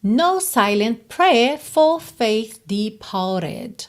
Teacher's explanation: ele não enrola o R aqui nem no prayer, nem no for e nem no departed.